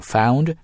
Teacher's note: 就是双元音要有，然后呢后面还要加一个鼻音的